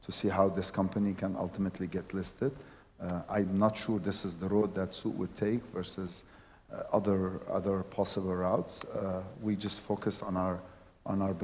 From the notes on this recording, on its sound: Special live taping of a panel discussion at Wamda Capital’s annual LP investor event. As this is a live event, please excuse the sound quality.